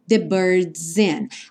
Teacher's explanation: o S acaba soando um pouco como Z por conta da ligação com o in